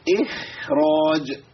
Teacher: فخم الخاء في كلمة في لفظة إخراج المكسورة الهمزة تفخيما زائدا